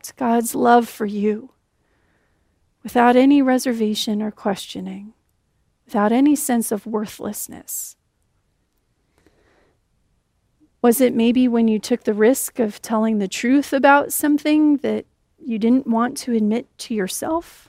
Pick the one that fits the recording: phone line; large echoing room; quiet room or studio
large echoing room